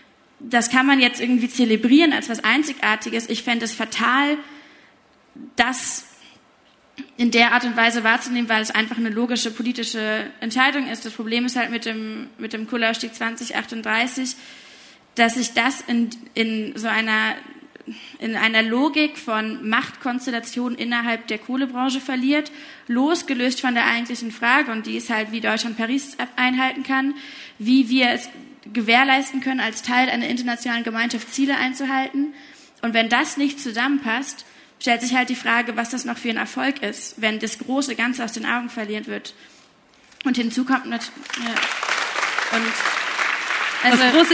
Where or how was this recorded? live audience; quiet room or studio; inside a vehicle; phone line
live audience